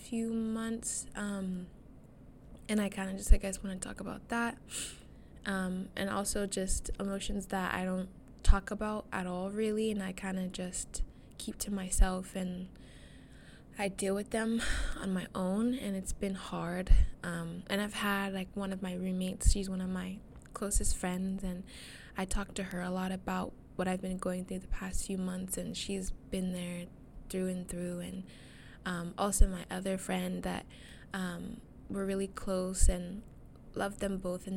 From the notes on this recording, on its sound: I'm so sorry for the wind sounds, aghhh I lost my fluffy mic thingy